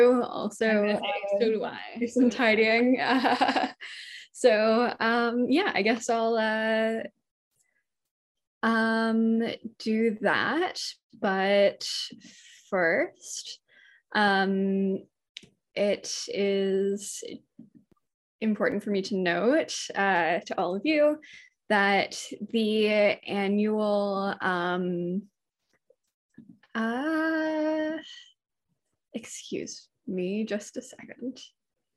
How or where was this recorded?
video call